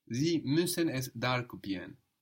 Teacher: It's very important to hear that N. The R is getting swallowed up there, no? But the N is important.